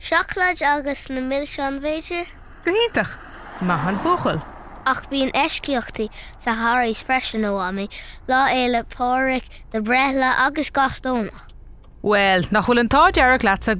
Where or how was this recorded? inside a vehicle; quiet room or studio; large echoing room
inside a vehicle